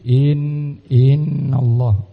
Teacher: memanjangkan hamzah yang kasrah dengan membacanya agak sedikit panjang, tidak langsung dimasukkan ke dalam nun yang tasydid · Term: at-tamtid